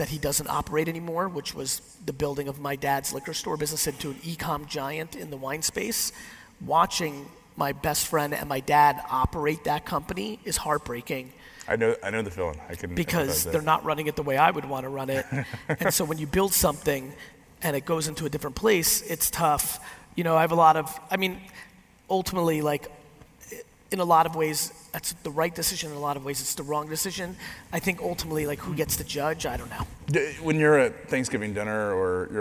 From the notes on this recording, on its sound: a keynote I did a few weeks back at Transparency19 WavesSide Chat